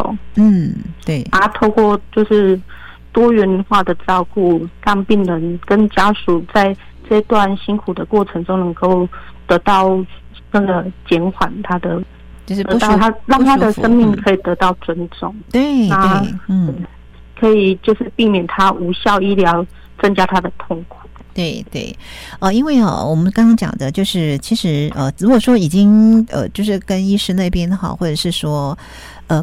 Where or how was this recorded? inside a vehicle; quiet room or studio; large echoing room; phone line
phone line